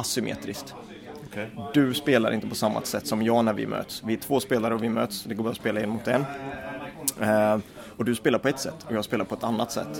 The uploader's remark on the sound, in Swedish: Inspelad 22 februari 2018 i Brädspelskafeét i Karlshamn.